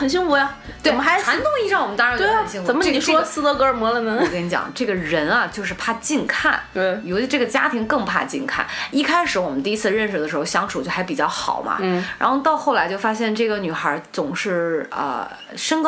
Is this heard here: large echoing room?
no